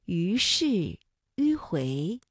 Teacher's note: 看山河锦绣，览华夏文明，访古迹遗珍，赏神韵雅音，心灵之旅，颂游中国。今天和大家一起来学习的是吁以及吁开头的韵母。那我们从读音上啊，能够感受得到，像吁、约、渊、晕作为韵母的呢，都是我们今天学习的重点。比如四季、于是、迂回、月亮。那韵母吁呢，是舌面单韵母，发音的时候两唇要拢圆，略向前凸，舌尖抵住下齿背，使舌面前部隆起，硬腭前部相对，声带是震动的，软腭上升，关闭鼻腔通路